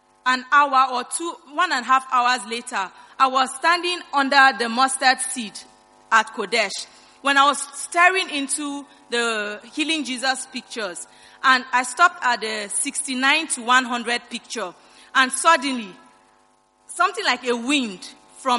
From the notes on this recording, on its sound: Preached at the First Love Center.